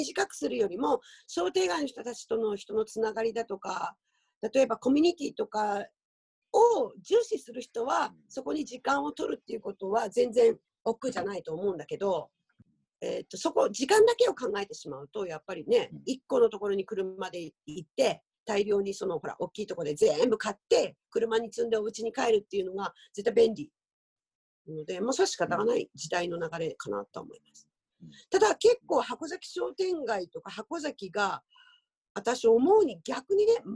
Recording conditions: video call